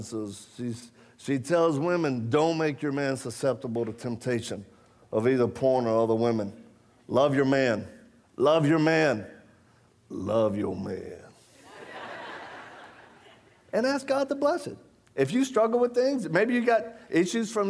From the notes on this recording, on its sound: shared with the congregation at Calvary Chapel in Murrieta, California